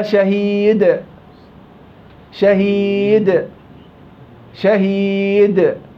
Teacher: ما بخلي الصوت يمشي مع الضم، لا أنا بسكن سكون محض وبضم الشفايف، قلنا هيئة ترى ولا تسمع.